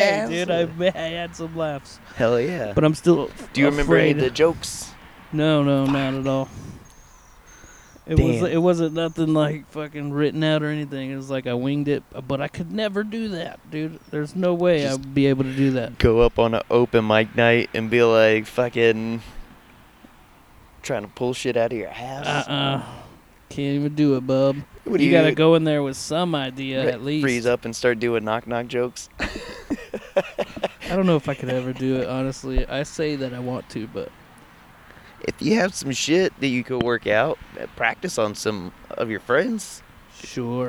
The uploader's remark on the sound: Backyard Chillin'. It was a nice recording day so we decided to take the podcast outside so we could chill and take in some rays. A little more energetic, outdoor mood.